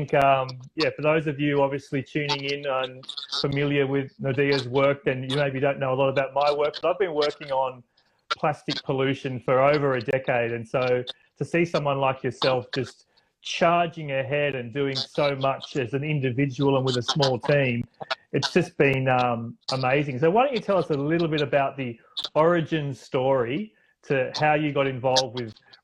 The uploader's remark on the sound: via Instagram Live